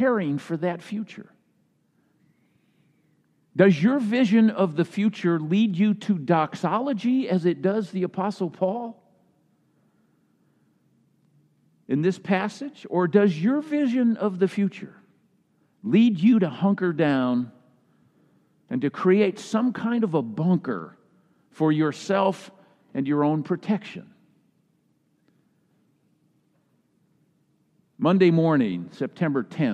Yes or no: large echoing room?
yes